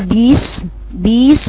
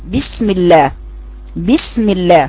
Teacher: بعض الناس اللي بتقرأ بسم الله تقولها بيس بيس بخطأ، باء مكسورة في المخرج كما ذكرت في الأسبوع الماضي، مخرج ثم سين ساكنة، يبقى بسم على طول، بسم الله بسم الله، مش بيس، ما تزوديش ياء بعد حرف الباء المكسور · Shown in: second take